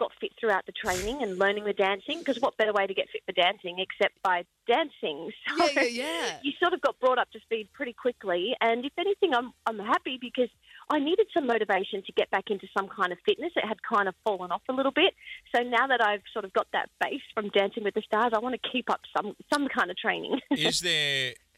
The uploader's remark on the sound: called in for a chat with the guys!